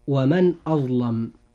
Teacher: إظهار حلقي لأن النون الساكنة وقع بعدها الهمزة وهي من حروف الإظهار.